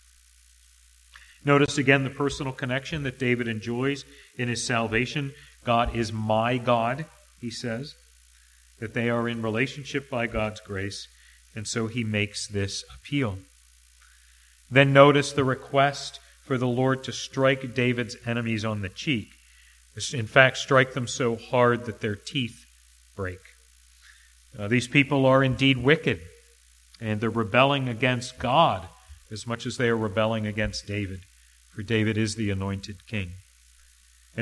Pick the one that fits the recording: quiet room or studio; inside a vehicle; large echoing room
large echoing room